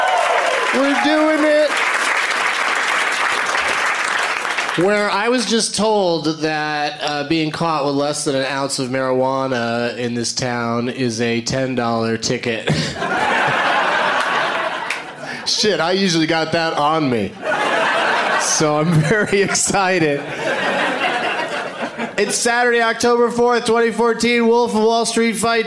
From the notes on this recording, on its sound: Live from Madison's Comedy Club on State